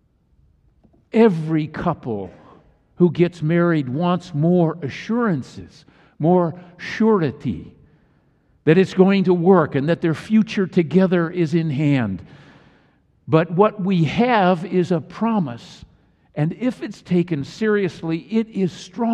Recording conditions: large echoing room